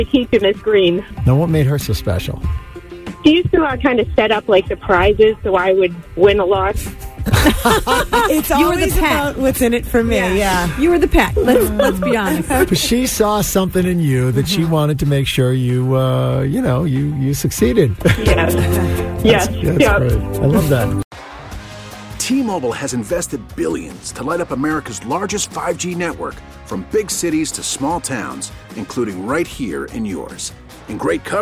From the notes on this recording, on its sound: The MAGIC Listeners also called